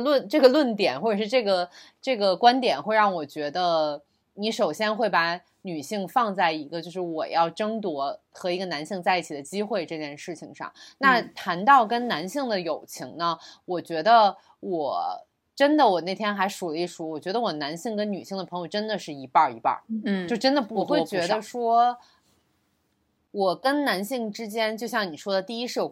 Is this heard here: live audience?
no